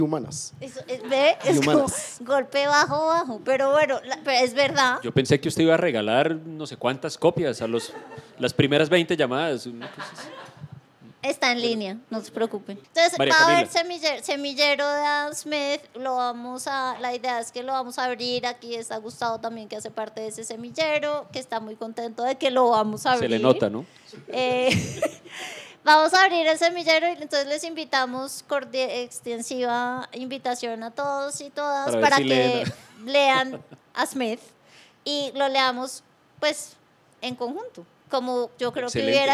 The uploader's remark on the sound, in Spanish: en vivo en la Universidad de los Andes